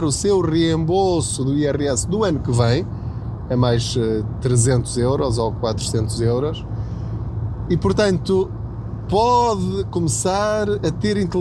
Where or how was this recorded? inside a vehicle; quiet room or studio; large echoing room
inside a vehicle